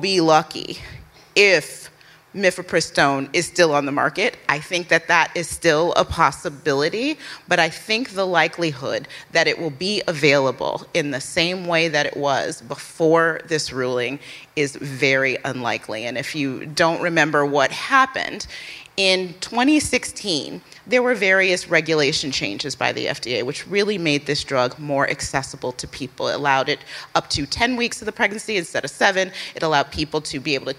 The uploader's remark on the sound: Are live in New York City.